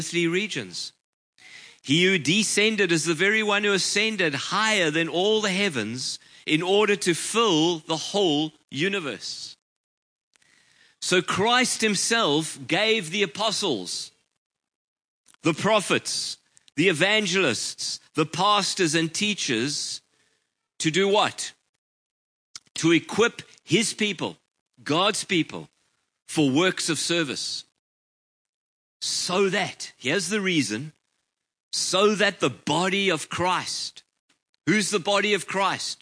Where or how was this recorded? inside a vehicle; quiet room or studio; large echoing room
large echoing room